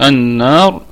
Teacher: النون ايضا فيها مد طبيعي وصلا وهو عارض للسكون وقفا · النون في كلمة النار في اعلى درجات الغنة لانها مشددة وهي حرف غنة